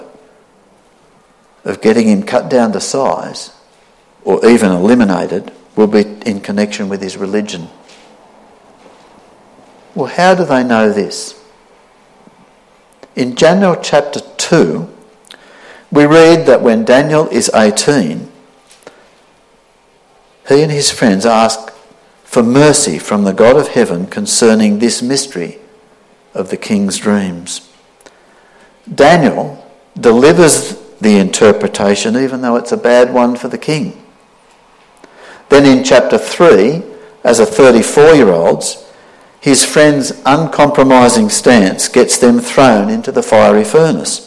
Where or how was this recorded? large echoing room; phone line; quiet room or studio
large echoing room